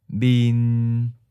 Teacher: we have a mid-flat tone. So it starts in the middle of your register and it held flat at that pitch for the whole syllable. · Term: seventh tone